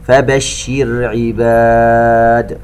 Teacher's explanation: الراء الساكنة بعد الكسر لابد من ترقيقها بالشكل الصحيح